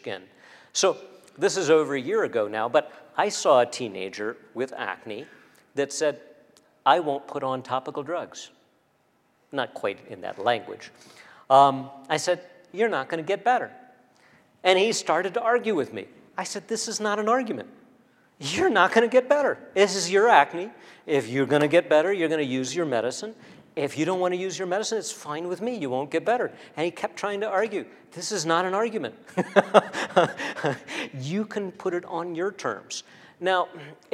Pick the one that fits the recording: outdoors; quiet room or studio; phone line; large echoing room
large echoing room